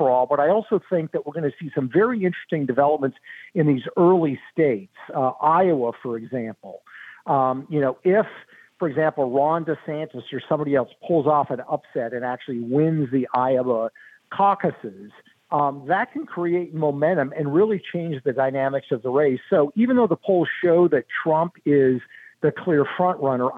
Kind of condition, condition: link, phone line